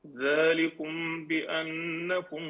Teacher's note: الإخفاء عندنا ميم ساكنة وبعدها الباء، هنا إخفاء شفوي